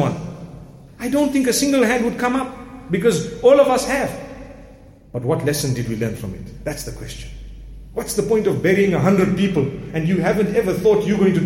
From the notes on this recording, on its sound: Jumuah Lecture from Masjid Al Falaah in Harare, Zimbabwe